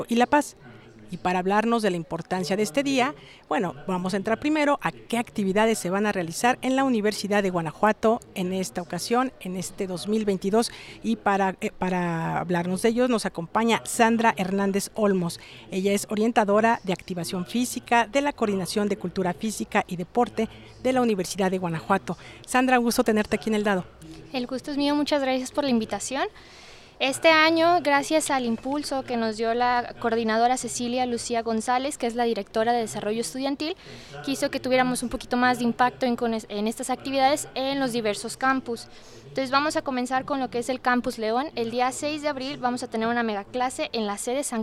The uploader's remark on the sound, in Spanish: Emisión en vivo desde las instalaciones de la 64 Feria Internacional del Libro de la Universidad de Guanajuato -FILUG-.